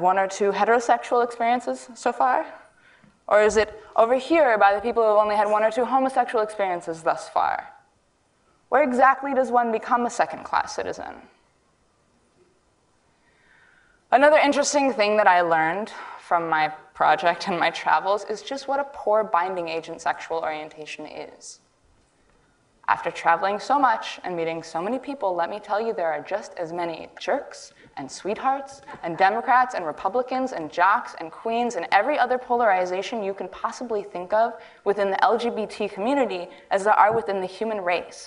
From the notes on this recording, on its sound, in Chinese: 录制于 TEDxWomen